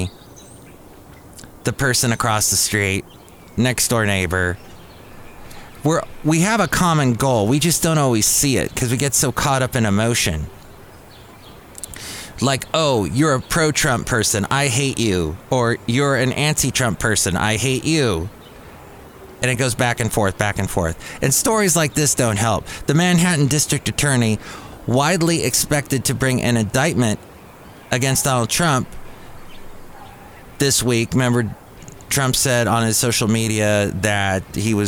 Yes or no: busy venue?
yes